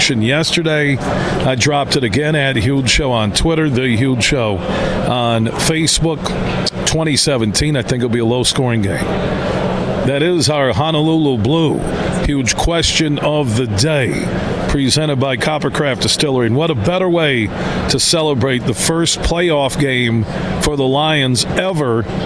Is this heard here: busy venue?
yes